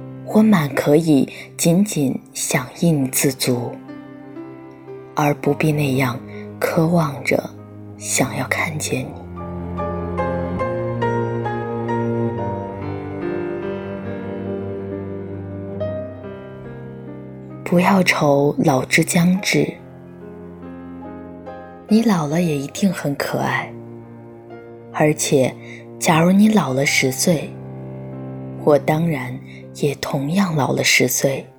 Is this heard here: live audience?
no